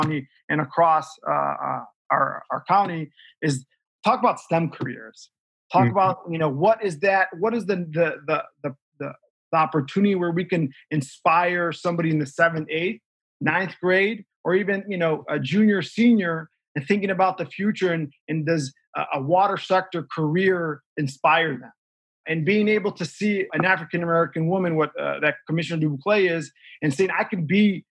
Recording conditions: video call